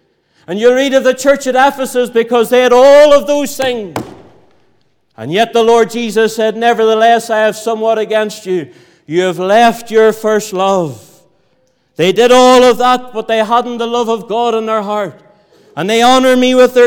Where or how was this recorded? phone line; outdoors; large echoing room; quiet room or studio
large echoing room